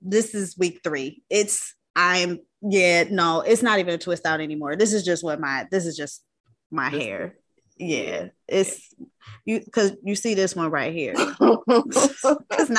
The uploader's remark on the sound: we test out Zoom podcasting for the first time